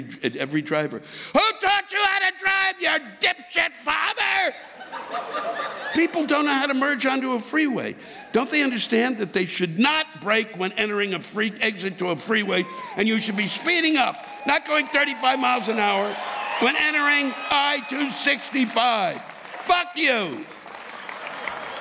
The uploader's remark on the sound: This week’s live rants come from the Brown Theater in Louisville, Kentucky on October 3, 2019.